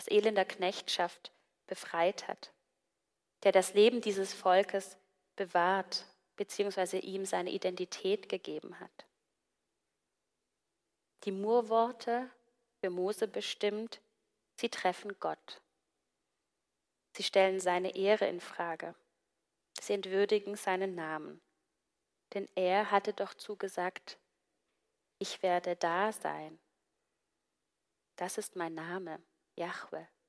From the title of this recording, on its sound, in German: Gottesdienst vom 25.02.2024